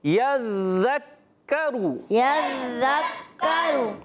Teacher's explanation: ذال پر بھی تشدید ہے اور کاف پر بھی، دونوں کو رک کے ادا کرنا ہے